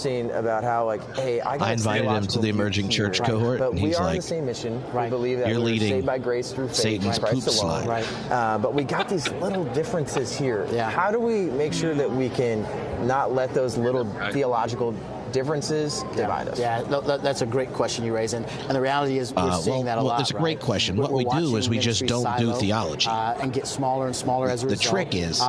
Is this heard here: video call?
no